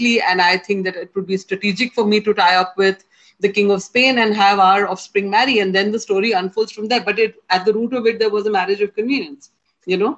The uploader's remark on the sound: Virtually Recorded